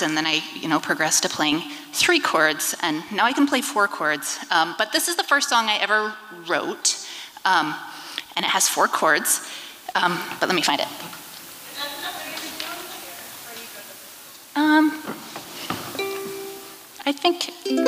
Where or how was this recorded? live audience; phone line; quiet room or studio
live audience